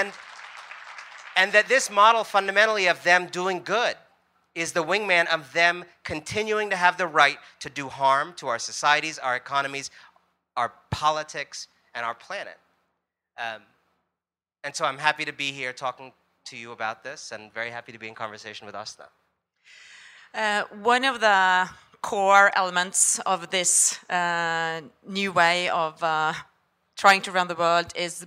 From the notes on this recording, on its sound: A live session from #JaipurLitFest2020.